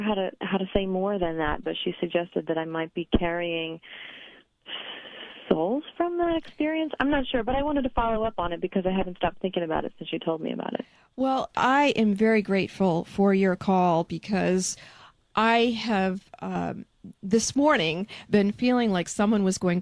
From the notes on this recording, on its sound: An Open Call-In Show Day